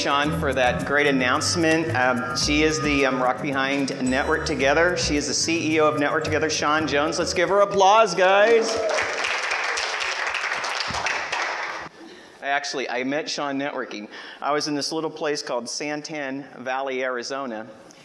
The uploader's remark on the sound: Broadcast live from the main stage at the 2018 iNetwork Expo in Phoenix Arizona